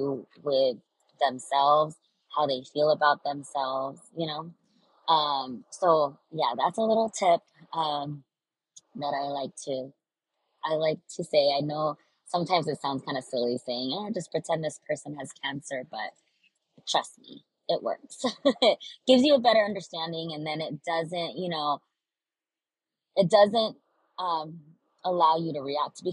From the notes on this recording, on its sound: I apologize for the horrible audio quality! I felt called to record an episode while I was on a 1-hour drive.